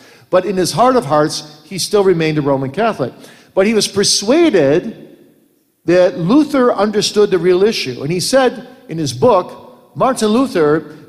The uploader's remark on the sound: Q & A from the 2017 Boise Reformation Conference